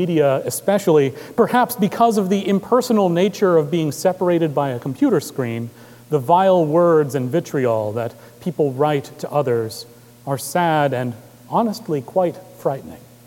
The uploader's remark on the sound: Recorded live on July 21, 2019 at Trinity Presbyterian Church in Bixby, Okla.